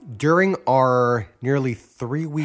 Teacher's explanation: Hey, you just trilled your R.